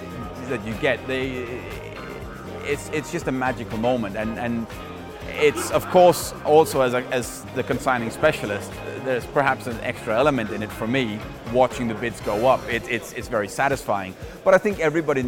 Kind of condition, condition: setting, busy venue